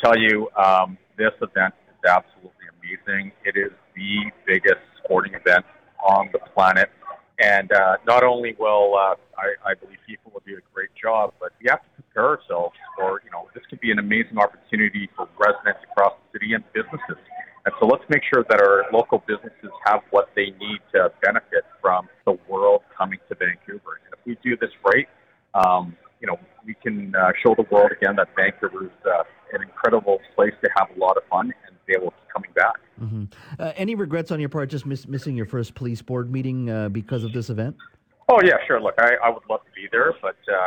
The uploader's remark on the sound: Joins us live from the World Cup in Qatar. While at the Canada vs Belgium game!